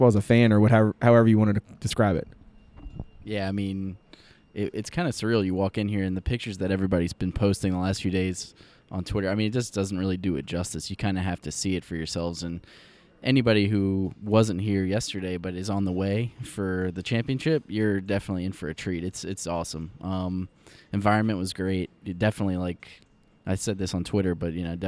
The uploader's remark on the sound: Live From the Final Four